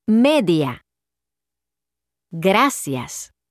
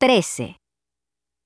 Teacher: The two vowels are pronounced as a single syllable. · Term: Diphthongs